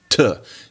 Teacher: There is an alveolar stop in a language, t.